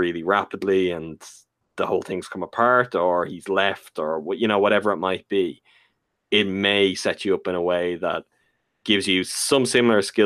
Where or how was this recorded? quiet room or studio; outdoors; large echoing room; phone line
quiet room or studio